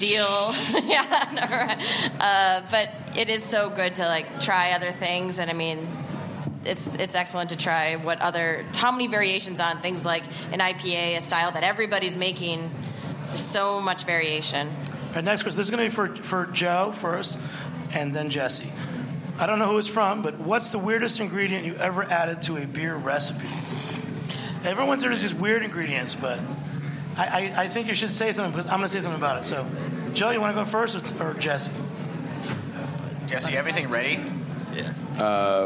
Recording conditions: live audience